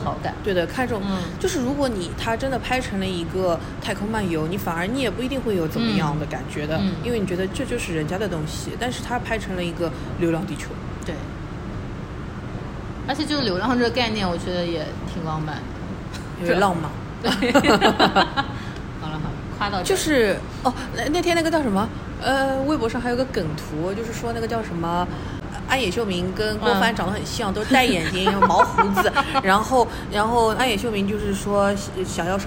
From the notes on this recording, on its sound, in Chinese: 我们在南丰城露台聊